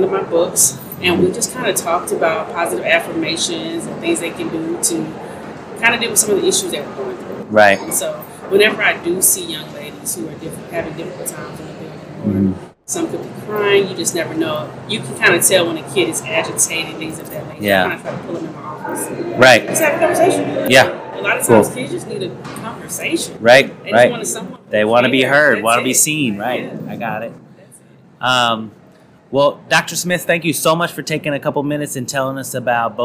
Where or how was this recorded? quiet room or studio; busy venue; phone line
busy venue